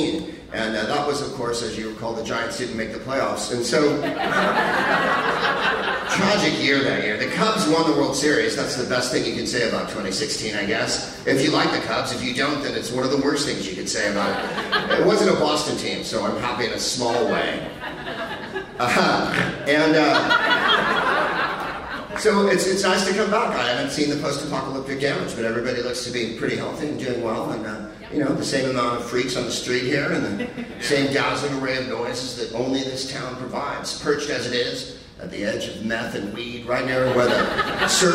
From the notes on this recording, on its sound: Live from the Tacoma Comedy Club in Tacoma